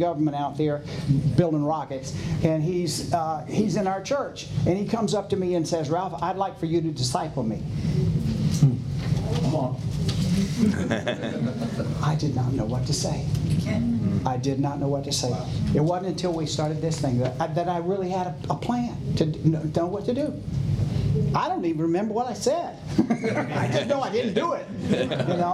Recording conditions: busy venue